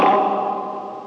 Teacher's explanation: فالتكرير تكريره واحدة، زاد عن تكريره خطأ، نقص عن تكريره خطأ. تقول أر، ما تقول أب، بحيث انك ينكتم الحرف، لا.